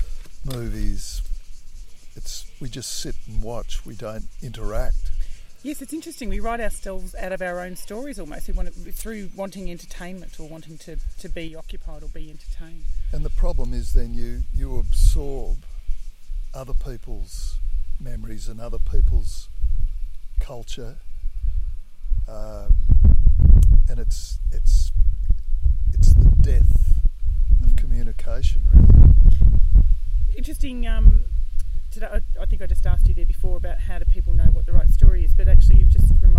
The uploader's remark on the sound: at recent Newstead Festival 2018